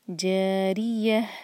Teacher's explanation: عین جاریہ، جا دو حرکہ اور را کو باریک رکھیں گے، را کے نیچے کسرہ ہے. جاریہ اور آخر میں ہا کی آواز واضح آئے.